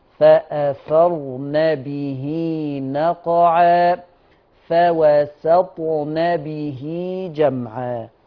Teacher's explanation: لاحظ أن النون مفتوحة وما فيش ألف مادية